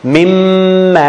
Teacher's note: What we do, we delete the noon and we place shadda on the meem · Term: idgham bi ghunna